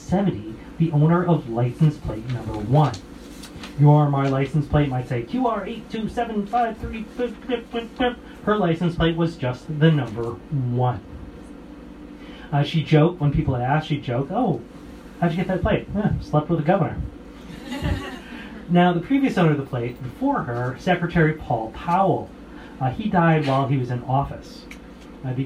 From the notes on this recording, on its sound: Recorded live March 11, 2020, at the Old Chicago Inn's Room 13 speakeasy. At the Old Chicago Inn's Room 13 speakeasy as part of Chicago for Chicagoans Chicago History 101 Speakeasy Series.